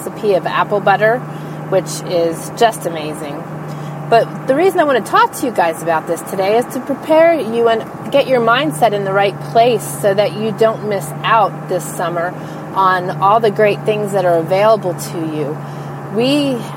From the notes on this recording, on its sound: I am in my truck so you may hear the hum of the diesel in the background